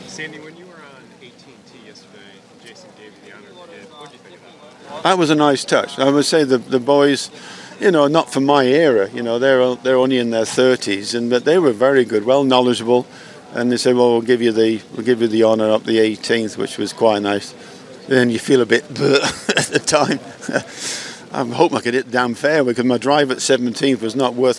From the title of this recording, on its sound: "LIVE" FROM THE MASTERS